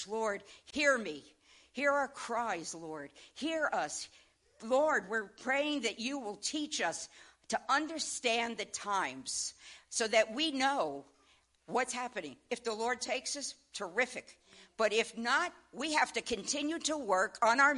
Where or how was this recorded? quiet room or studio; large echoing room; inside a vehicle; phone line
large echoing room